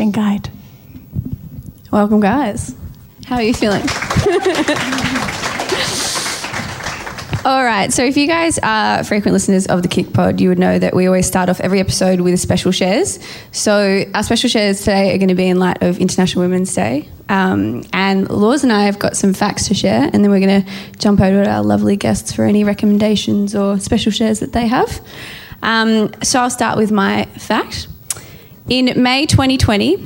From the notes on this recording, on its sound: Our first KIC POD LIVE. KIC Pod's first ever live recording.